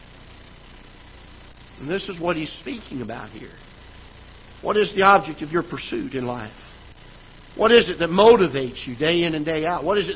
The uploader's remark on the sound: Ketha Heights Baptist Church ~ Live Broadcast